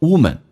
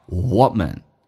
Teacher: woman 这个单词很多人会读成 woman，这是错的，因为口型要大一点，它是个短元音 · Shown in: second take